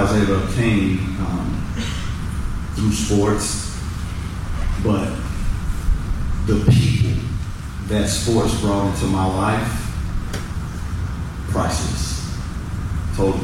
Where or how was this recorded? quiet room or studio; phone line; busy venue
busy venue